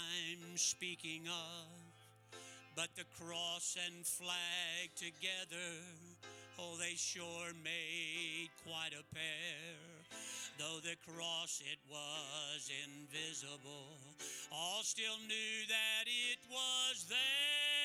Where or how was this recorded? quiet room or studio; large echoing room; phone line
large echoing room